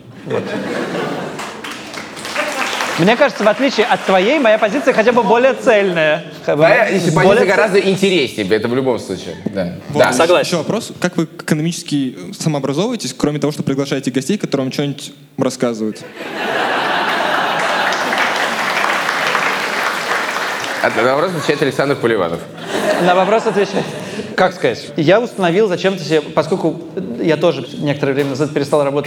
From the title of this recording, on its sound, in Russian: Выпуск, записанный на сцене